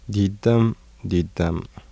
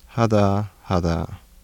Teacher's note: Voiced alveolar stop becomes voiced dental stop between two vowels.